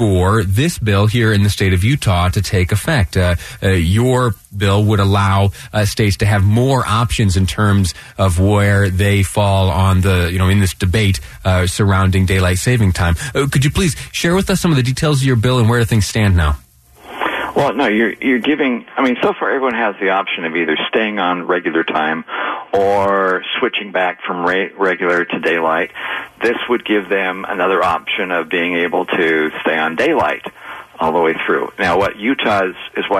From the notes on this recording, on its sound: via phone